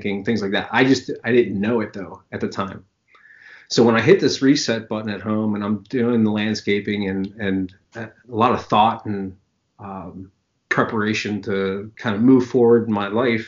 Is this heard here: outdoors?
no